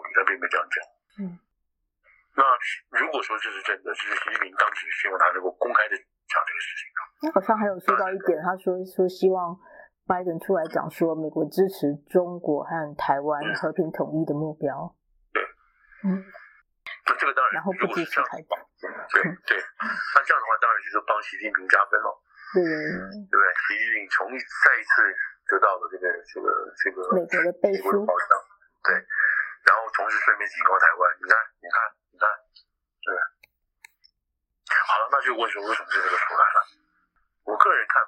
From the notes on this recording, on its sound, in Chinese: 對不起，音質應該下次就會改善了